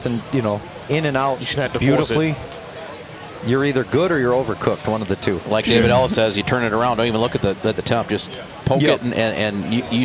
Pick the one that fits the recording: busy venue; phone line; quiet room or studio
busy venue